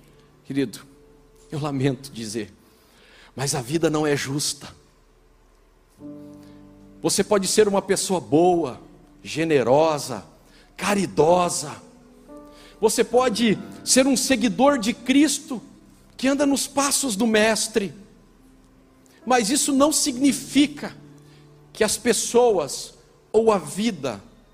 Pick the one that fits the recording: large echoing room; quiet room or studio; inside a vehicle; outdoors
large echoing room